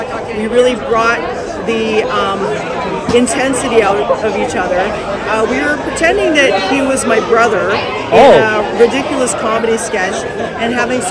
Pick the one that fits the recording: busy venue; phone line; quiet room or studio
busy venue